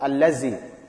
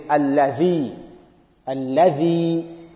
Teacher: One very common mistake in this verse is changing of dal to za again. · Shown in: second take